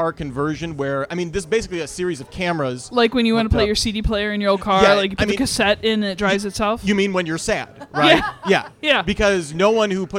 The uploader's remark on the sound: EooD LIVE. At the Beachland Ballroom and Tavern for the first LIVE Edifice of our Demise.